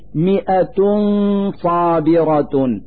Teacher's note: في هذا المثال ضمتان على التاء من كلمة مئة، نلفظ هاتين الضمتين نونا ساكنة من مخرج الصاد من كلمة صابرة، فنقول مئة صابرة مع إظهار الغنة التي تدل على وجود نون ساكنة. · Term: إخفاء التنوين